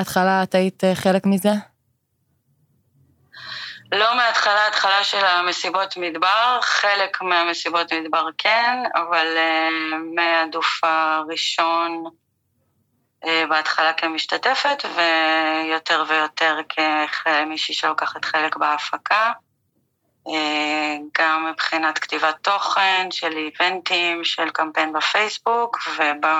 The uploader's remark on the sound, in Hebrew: מתנצלים על איכות השמע, הראיון הוקלט דרך שיחת טלפון